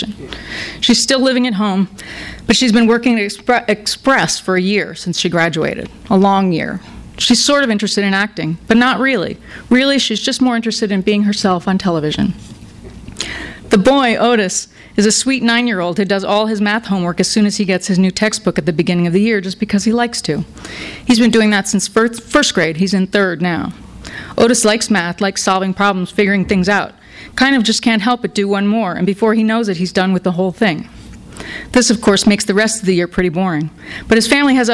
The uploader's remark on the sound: THIS EVENT WAS RECORDED LIVE AT SKYLIGHT BOOKS